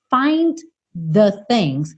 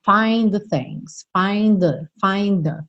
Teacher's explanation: Muito embora o find termine com D e o the comece com TH, a gente acaba fazendo um som só.